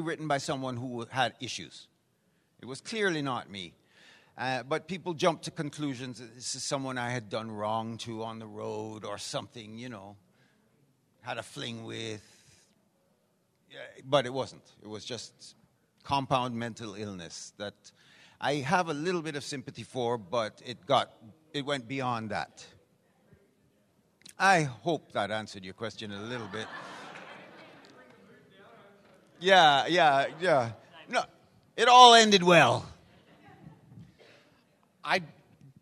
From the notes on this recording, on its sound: Please note, as this was a LIVE, on-site event, this episode is not optimized for an audio podcast. LIVE on stage at Gatecon!